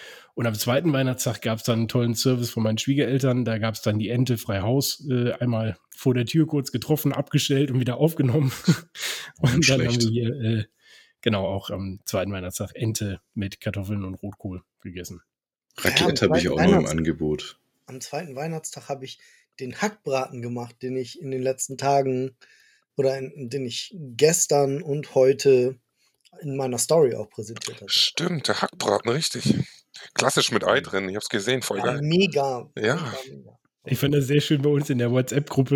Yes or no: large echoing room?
no